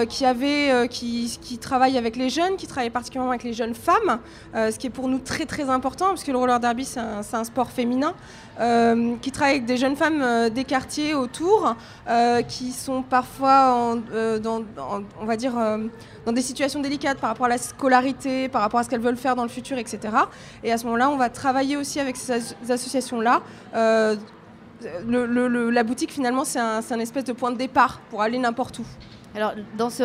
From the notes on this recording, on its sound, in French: Une émission débat enregistrée à la Grande Halle de la Villette, dimanche 13 décembre 2015, lors du Festival Freestyle